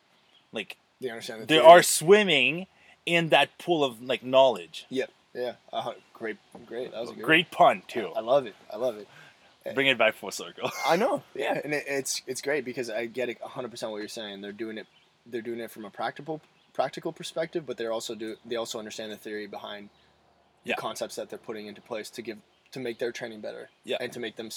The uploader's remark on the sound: The boys are live from Marten River Provincial Park.